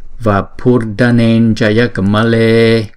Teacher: Chữ m có dấu nặng này là một anuswara, mà kế tiếp là chữ j, cho nên chúng ta sẽ chuyển anuswara này thành chữ nhờ để chúng ta đọc.